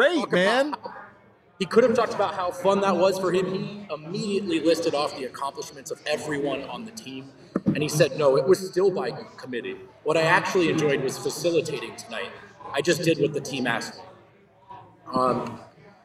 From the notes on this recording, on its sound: live from the Winner's Lounge at the DNVR bar